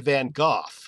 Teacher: Brits use the G-H with the F sound.